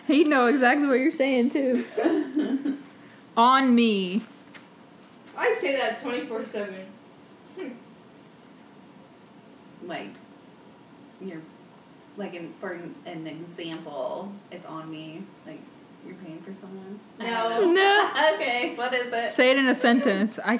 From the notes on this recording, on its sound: Sorry for the audio, we were having technical difficulties.